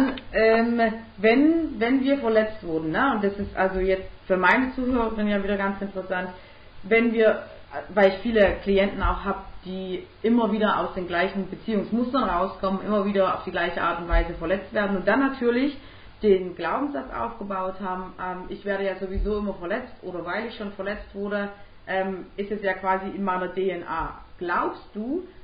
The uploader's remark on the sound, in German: Leider hat mir meine neue Software einen Strich durch die Rechnung gemacht und die Tonqualität ist nicht so geworden wie ich sie mir wünschen würde. Wenn du ein Headphone/ Kopfhörer verwendest und nur auf einem Ohr hörst, dann hörst du den Hall nicht .